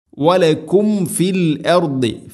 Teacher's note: മീമസാക്കിനക്ക് ശേഷം ഫ വന്നാൽ രണ്ട് ചുണ്ടുകൾ തമ്മിൽ തട്ടിച്ച് മീമിനെ പൂർണ്ണമാക്കണം.